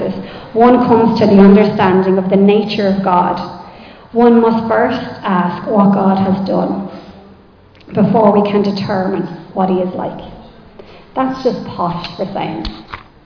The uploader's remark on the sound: Recorded live in Liberty Church on 7 January 2024